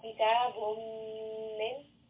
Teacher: here the noon second is merged into the meem.